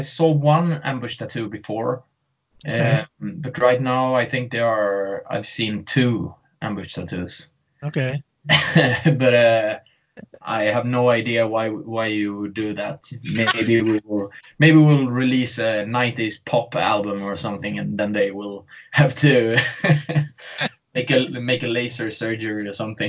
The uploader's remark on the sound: skyped